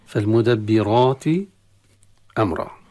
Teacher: فالمدبرات أمرا، فالمدبراتها هنا اللام التعريف لا نضغم في الميم إنما نظهر، لأن الميم من حروف الإظهار عند اللام التعريف، فتظهر اللام عند الميم. وأما الراء فالمدبرات فحكمها التفخيم لأنها مفتوحة، وتفخم الألف التي بعدها كذلك